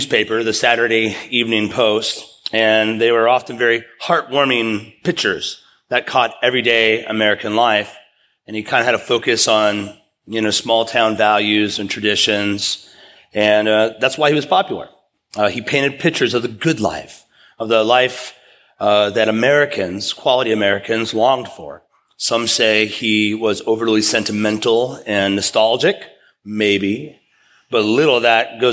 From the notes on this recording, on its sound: preached at East River Church